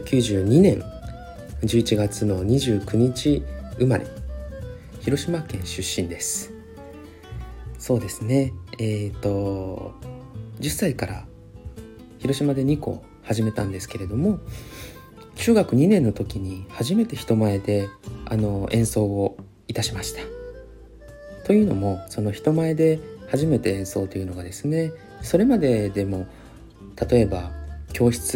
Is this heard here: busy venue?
no